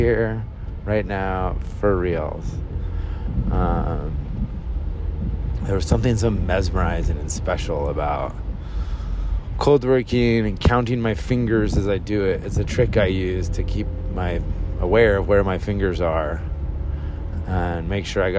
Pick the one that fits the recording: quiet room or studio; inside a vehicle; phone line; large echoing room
inside a vehicle